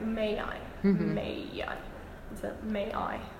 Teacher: There is a joining by yod · Term: yod glide